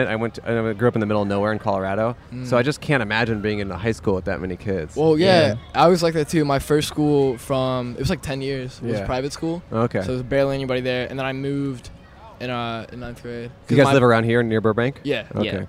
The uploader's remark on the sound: Recorded on Palm Avenue in Downtown Burbank, CA.